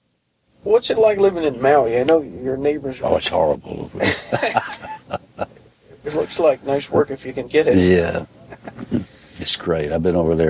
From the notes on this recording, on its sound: on the tour bus outside of The Tabernacle in Atlanta, Georgia